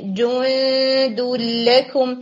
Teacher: پھر 30 میں جو ورڈ آ رہا ہے جند لکم، اس میں مجھے تھوڑا سا سرکل افیکٹ لگا اخفا کے اندر، یعنی جند لکم اس میں ہوگا یہ کہ جیم کے لیے آپ لپس کا سرکل بنائیں گے، اور اخفا کرتے ہوئے نون کے لیے آپ نے اپنے لپس کو ریلیکس کر دینا ہے